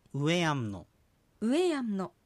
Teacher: これ第2音節のエのところにアクセントが置かれています